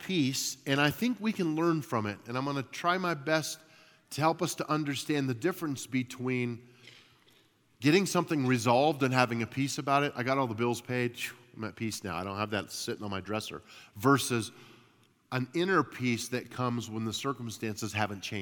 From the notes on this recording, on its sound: At Timberline Church - Audio. Live.